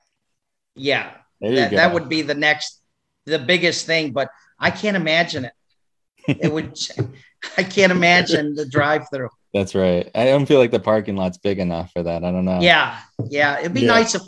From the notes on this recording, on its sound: Recorded Live on Zoom